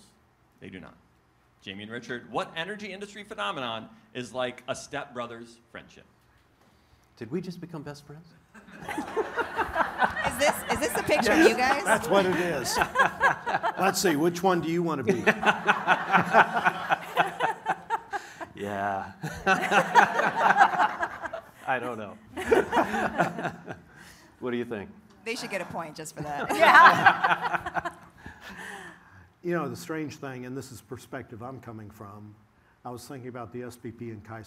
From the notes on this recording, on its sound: LIVE! From the main stage at The Energy Authority's 2023 Energy Symposium.